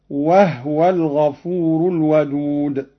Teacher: قرأ قالون بإسكان الهاء هكذا: وهو الغفور الودود.